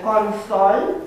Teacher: este consol, pentru că încă nu se închisese vocala O la U